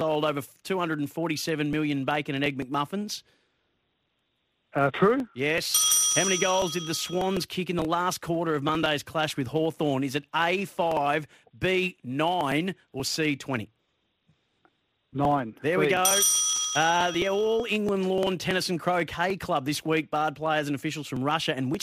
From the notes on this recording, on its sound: takes calls and texts